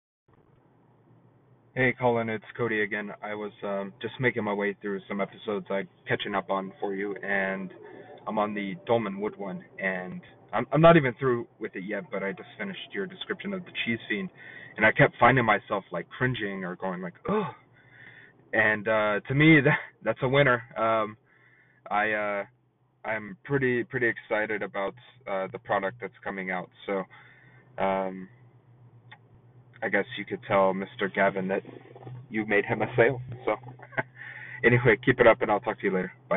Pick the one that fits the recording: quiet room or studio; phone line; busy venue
phone line